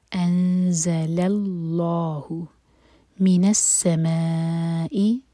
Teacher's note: انز، زا کے لیے اخفا. انزل، لام لائٹ اور لام جلالہ ہیوی. انزل اللہ من السماء، ما مد متصل پھر حمزہ پر کٹ آف ساؤنڈ.